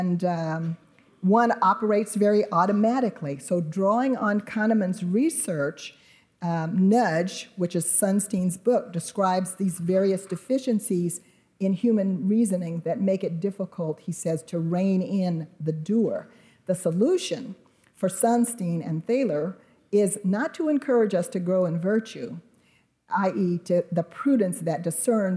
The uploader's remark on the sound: delivered an evening plenary address as part of Acton University 2018